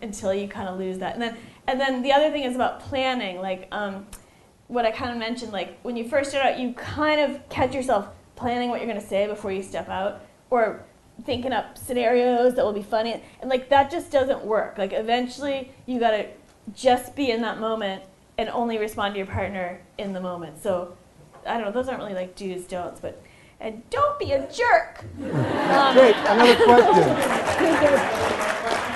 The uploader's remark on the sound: She recently returned to Chicago for the Chicago Improv Festival, where she recorded this live episode of Improv Nerd on the Second City Main Stage.